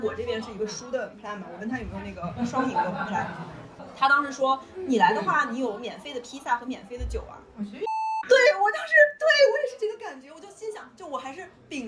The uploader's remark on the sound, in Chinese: 已经努力降噪了，音质还是有点差